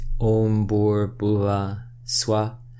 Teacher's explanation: So you can look up that mantra online and you'll find different pronunciations for this mantra, and particularly the Visarga that's used, Om Bhur Bhuva Swa. You'll notice that I'm not putting an echo at the end of the A sound